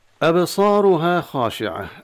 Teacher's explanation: أبصارها خاشعة، أبصارها القلقلة في الباء والصاد بعدها ألف، ألف غير مرسومة، تفخم مع الراء المضمومة، ثم ألف طبيعي، ثم خاشعة، الخاء مع الألف تفخيم.